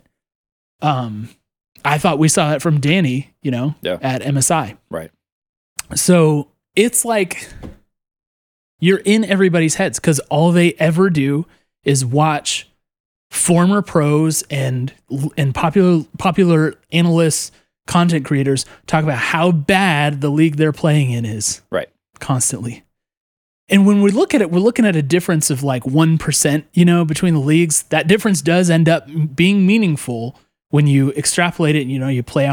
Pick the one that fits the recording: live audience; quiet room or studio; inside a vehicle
quiet room or studio